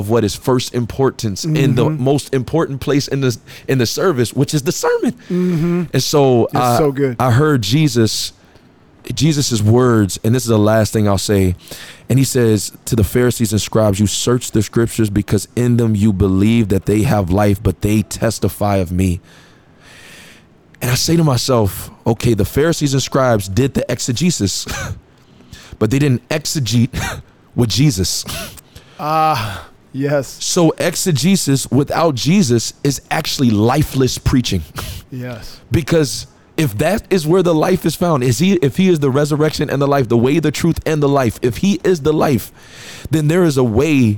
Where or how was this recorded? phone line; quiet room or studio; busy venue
busy venue